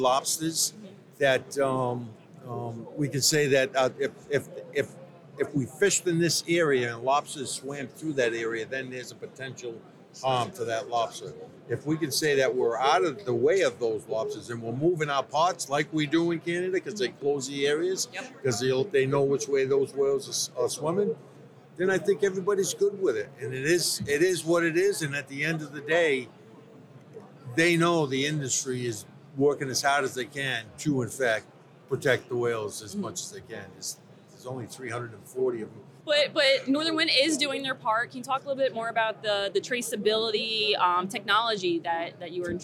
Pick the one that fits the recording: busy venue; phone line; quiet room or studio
busy venue